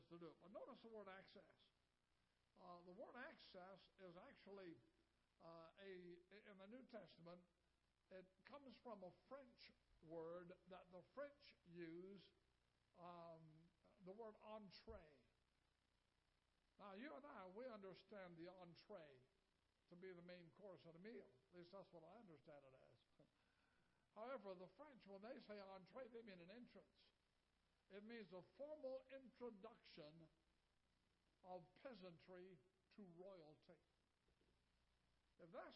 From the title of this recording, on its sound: Ketha Heights Baptist Church ~ Live Broadcast